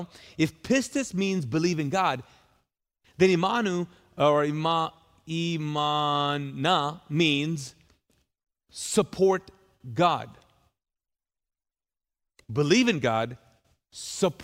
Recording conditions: large echoing room